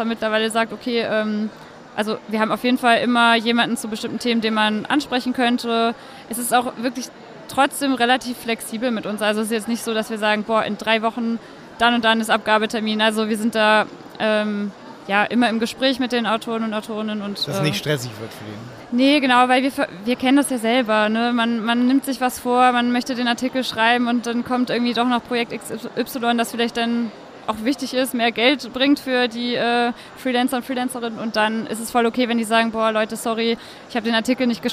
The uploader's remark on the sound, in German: Live und direkt auf der OMR 2022.